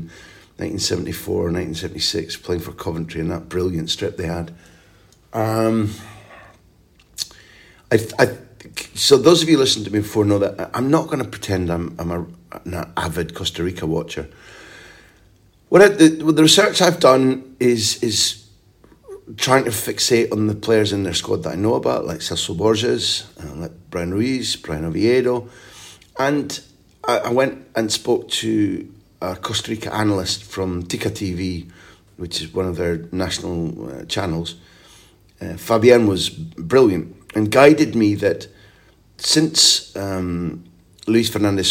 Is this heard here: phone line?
no